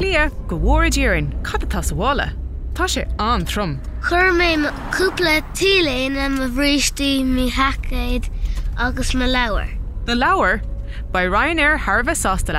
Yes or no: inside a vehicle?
yes